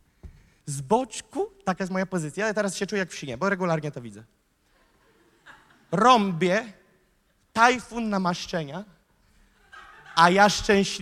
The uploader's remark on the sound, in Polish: Nauczanie zostało nagrane podczas Sesji 4 konferencji „Czas Poruszenia vol.3 | Warszawa”.